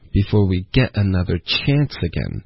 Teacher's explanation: 重点是 anotherchance，下一次的机会。Again 呢，不是一个重音